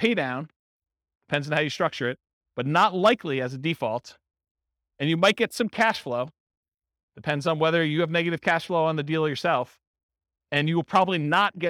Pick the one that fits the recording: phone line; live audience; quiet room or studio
live audience